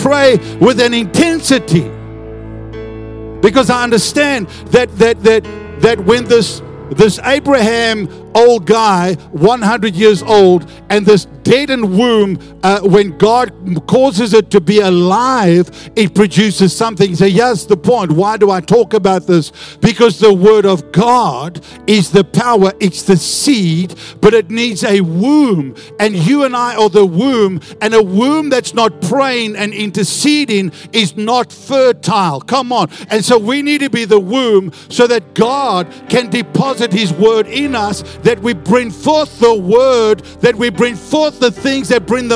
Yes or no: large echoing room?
yes